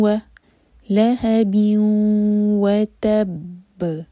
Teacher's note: تنوین کے بعد ہے واو، تو ہمیں کرنا ہے ادغام غنہ کے ساتھ، یعنی کہ مرج کریں گے ہم اور ناک میں آواز لے جائیں گے اور 2 سیکنڈس کا ٹائم دیں گے